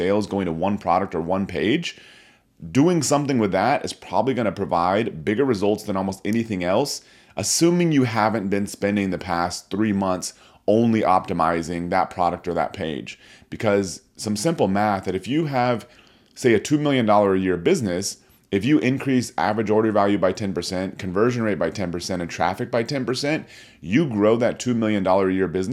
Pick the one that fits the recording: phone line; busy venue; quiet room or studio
quiet room or studio